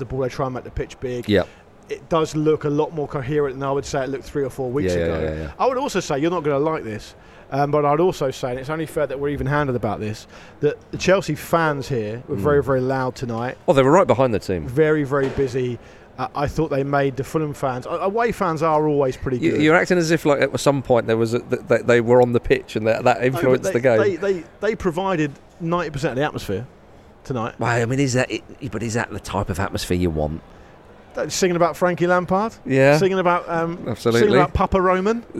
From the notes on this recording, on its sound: Special on-location Ramble Reacts last night! Recorded from the beautiful old stands of Craven Cottage.